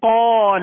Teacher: پر پڑھیں گے اس لیے کہ یہ الف سے پہلے پر حرف ہے، حرف مستعلیہ میں سے قاف ہے لہذا پر پڑھیں گے.